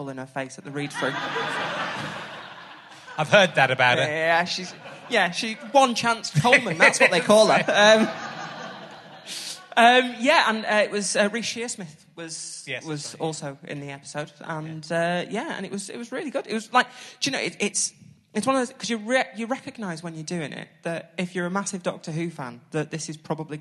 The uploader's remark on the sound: back at the Manchester Podcast Festival